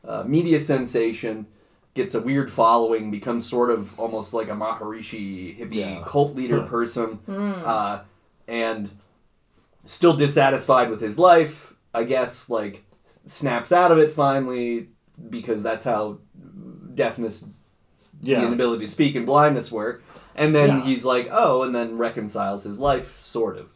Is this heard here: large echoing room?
no